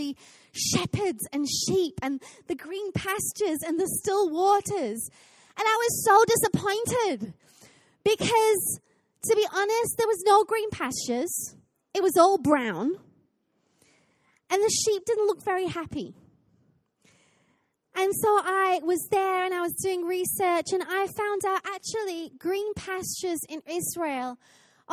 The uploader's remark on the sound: Recorded live at Life Church.